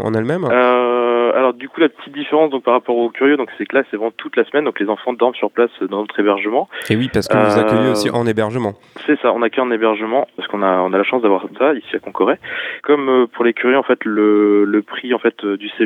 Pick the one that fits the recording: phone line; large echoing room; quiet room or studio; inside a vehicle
phone line